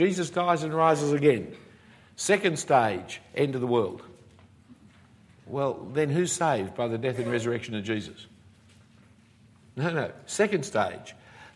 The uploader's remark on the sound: given at a weekend conference for the United Christian Church of Dubai in 2014